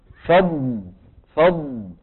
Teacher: والصوت مستمر ولا منقطع؟ معناته الضاد رخوة ولا شديدة؟ رخوة، لأن صوتها ايه؟ مستمر ما انقطع